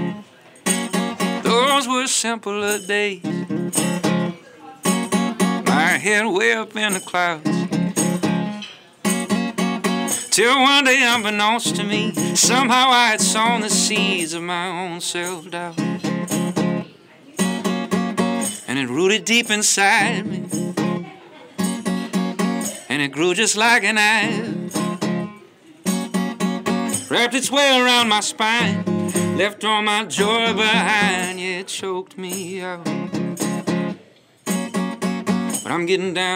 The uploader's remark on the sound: This show was recorded at The Freret Beer Room in Uptown New Orleans.